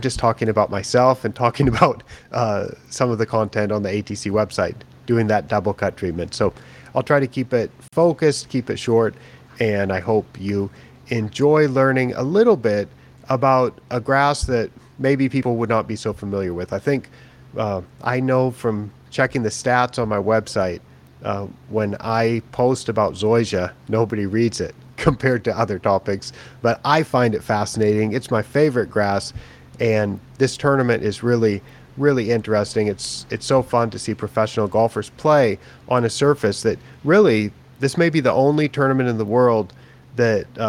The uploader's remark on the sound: live from the KBC Augusta tournament in Japan